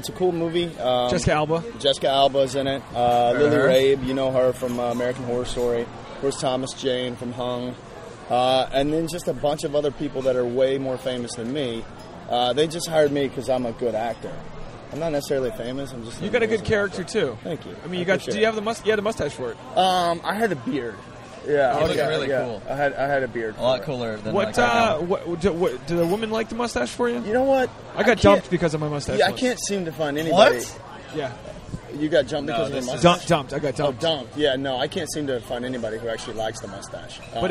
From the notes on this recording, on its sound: We recorded it at a bar in Los Angeles